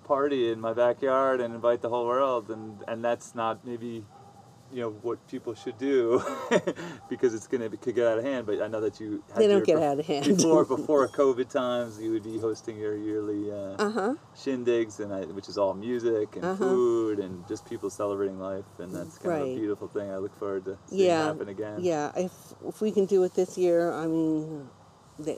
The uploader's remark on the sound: the birds chirping to the sounds of the neighborhood in the background of this on location recording